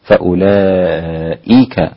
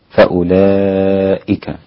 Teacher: لا تطيل فيها الكسر حتى لا يتولد بعدها ياء · Shown in: second take